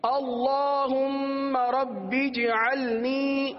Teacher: جیم پر قلقلہ ہوگا، جیم ساکن ہے، جیم پر قلقلہ کریں گے